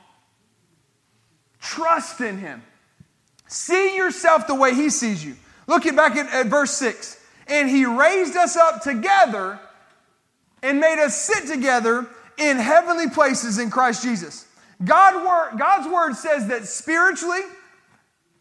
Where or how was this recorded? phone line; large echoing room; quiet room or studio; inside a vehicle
large echoing room